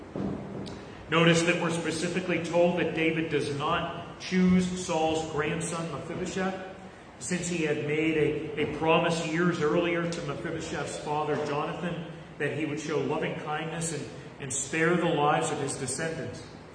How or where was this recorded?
live audience